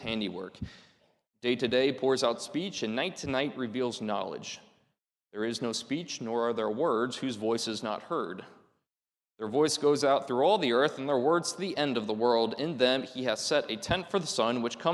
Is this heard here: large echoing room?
yes